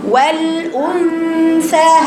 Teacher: يعني طرف لسانه قريب جدا من النون، ثم انتقل الى الثاء